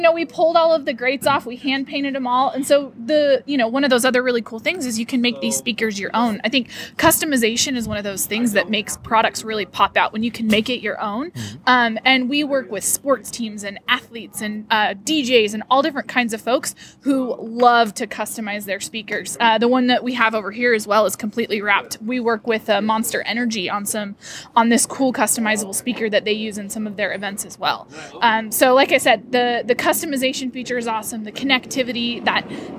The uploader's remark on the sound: Outside at CES in Las Vegas we had a chilly conversation. Outside at CES in Las Vegas we had a chilly conversation.